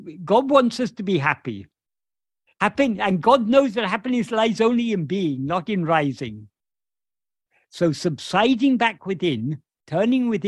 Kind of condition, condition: link, video call